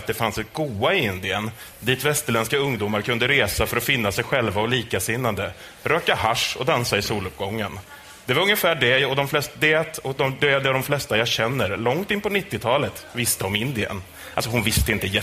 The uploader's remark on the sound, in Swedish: Avsnittet är inspelat på världens största rosévinsfestival. Almedalsveckan.